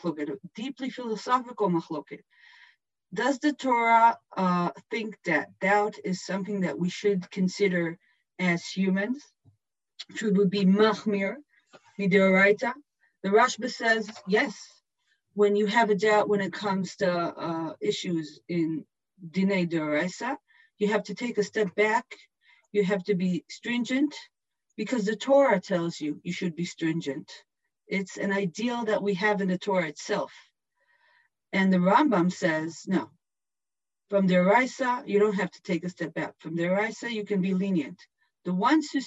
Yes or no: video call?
yes